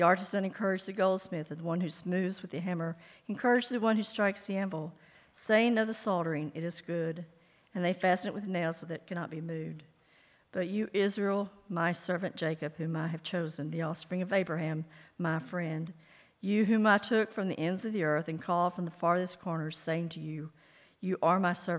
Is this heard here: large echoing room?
yes